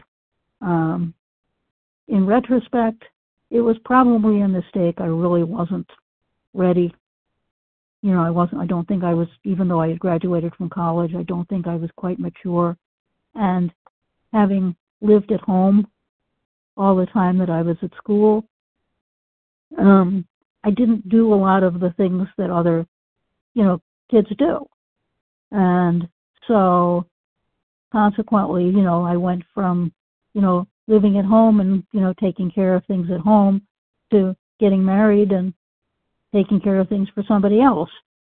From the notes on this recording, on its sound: the 100 Pounders Phone Meeting